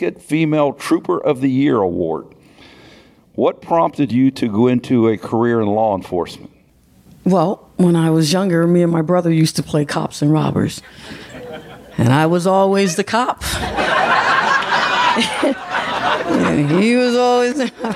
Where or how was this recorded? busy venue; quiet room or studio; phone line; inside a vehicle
busy venue